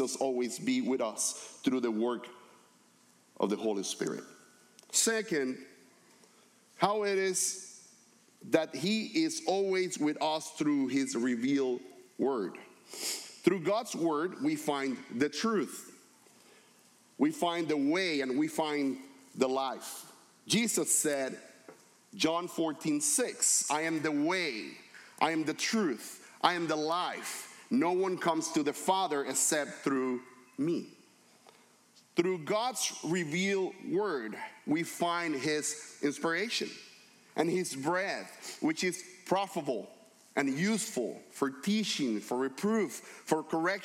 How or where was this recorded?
large echoing room